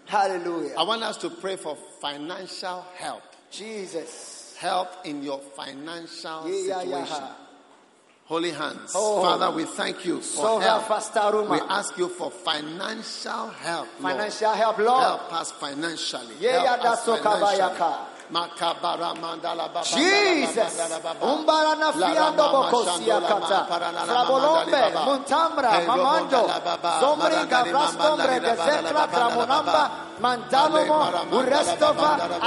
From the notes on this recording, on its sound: Preached at the Prophetic Encounter Service.